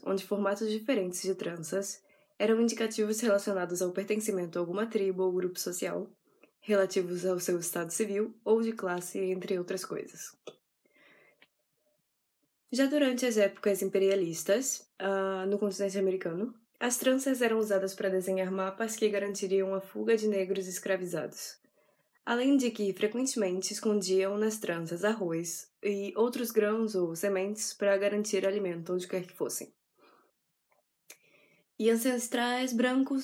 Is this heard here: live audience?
no